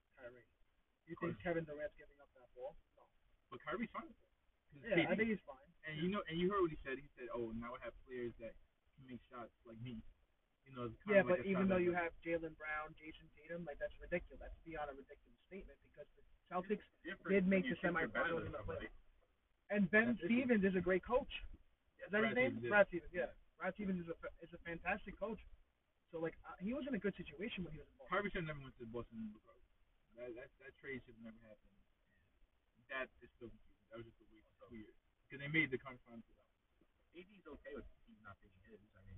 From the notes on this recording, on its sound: Please excuse us for the audio we had an issue with the microphone and we advise you to turn up the volume when listening.